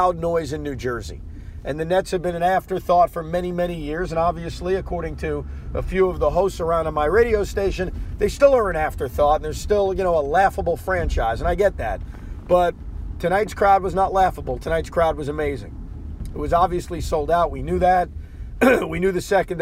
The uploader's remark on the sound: Does a podcast while driving home from Brooklyn after the Nets loss.